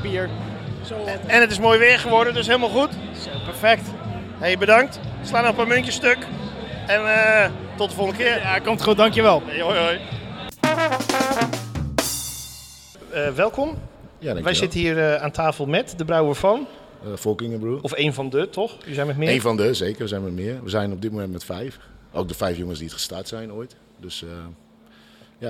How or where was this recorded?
busy venue